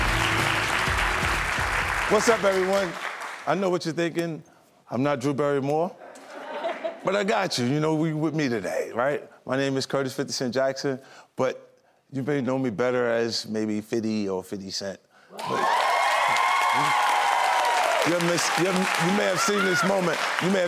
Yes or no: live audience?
yes